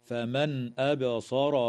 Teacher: إظهار حلقي للنون الساكنة عند الهمزة في قوله تعالى: فمن أبصر، وتقلقل الباء في كلمة أبصر، ويجوز